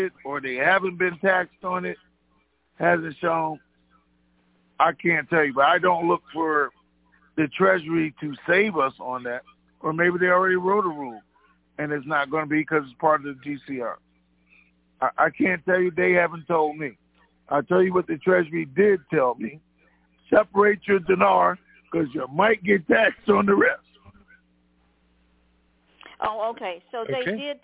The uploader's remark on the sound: TNTSuperfantastic Conference Call.